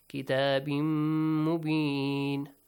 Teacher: merge the sound of tanween with ميم